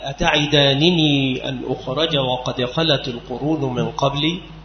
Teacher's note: فبقاء النونين على أصلهما وينطق بهما معا